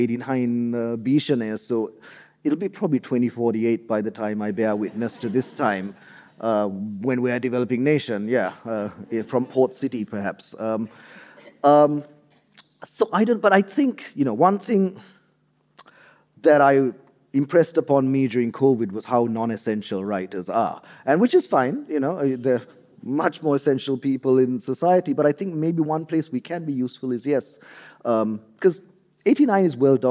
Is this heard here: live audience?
yes